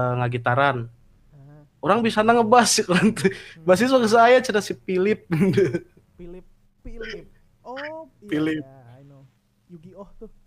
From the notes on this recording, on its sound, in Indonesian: Rekaman podcast dilakukan secara online, level audio masih naik turun alias masih di- adjust jadi ya begitulah kalau suara host ditengah jadi kecil. Rekaman podcast dilakukan secara online, level audio masih naik turun alias masih di- adjust jadi ya begitulah kalau suara host ditengah jadi kecil, maklumin aja.